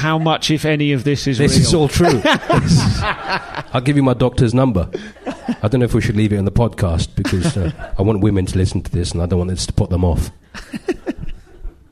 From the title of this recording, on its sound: Live at Soho